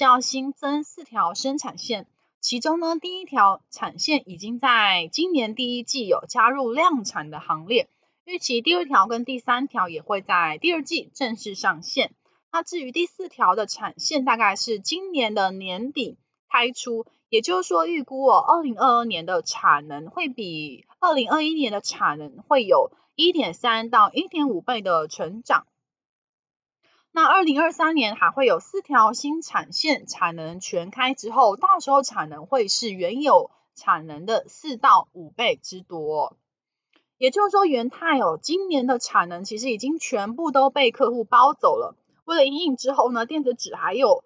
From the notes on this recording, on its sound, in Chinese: 本集有些許雜音，已亟力避免，如有察覺請多多包涵。